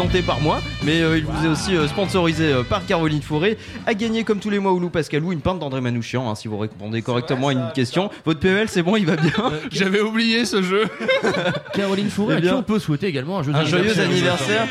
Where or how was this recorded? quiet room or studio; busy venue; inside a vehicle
busy venue